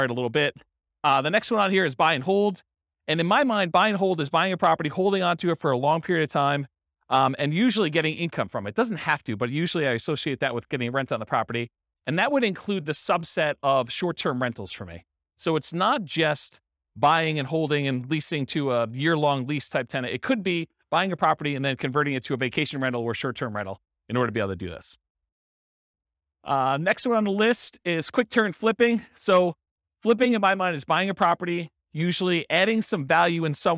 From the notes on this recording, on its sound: This was a live class recorded